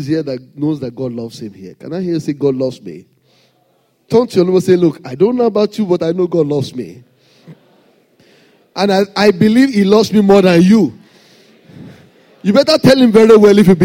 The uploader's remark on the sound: Sunday Service message preached. RCCG Lagos, Nigeria.